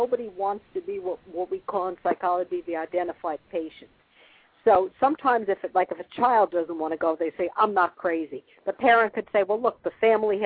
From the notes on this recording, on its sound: live call-in radio talk show